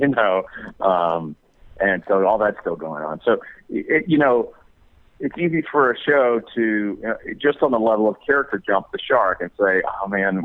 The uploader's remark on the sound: called in to talk